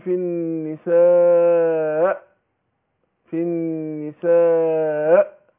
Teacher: الهمزه مخرجها فين؟ مخرجها في اقصى الحلق